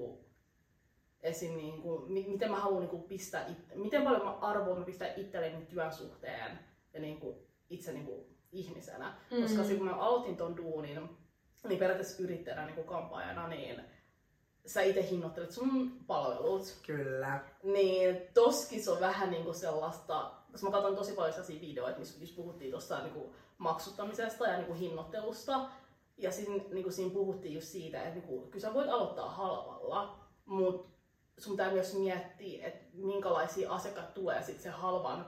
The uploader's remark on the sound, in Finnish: Tervetuloa meidän aamuyön keskusteluihin, raaka audio